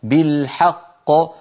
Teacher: نعطي الحاء زمنها ولا نزيد في زمن الفتحة، وإلا قد يتولد ألف